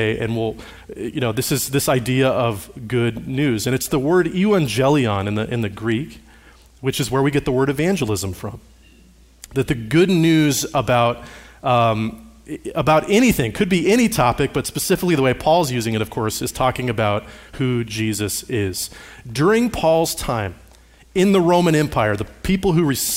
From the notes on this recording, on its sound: Recorded on Sunday, May 21, 2023, at Liferoads Church in Spokane, Washington.